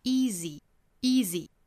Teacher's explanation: 后面 easy，两个都是紧元音，easy，后面的这个也是紧音，只不过是前面长音的短板哈，也就是在时长方面呢缩短一半。